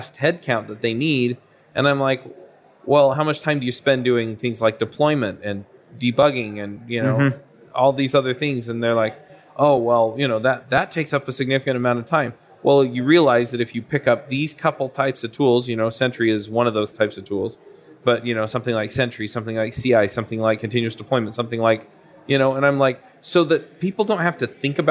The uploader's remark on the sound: LIVE at Microsoft Build